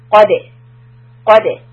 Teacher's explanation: Back of the tongue goes up for dal qalqala, flatten the lips and also lower the back of the tongue.